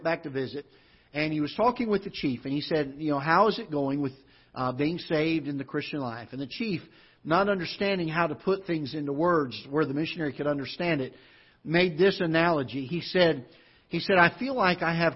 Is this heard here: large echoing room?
yes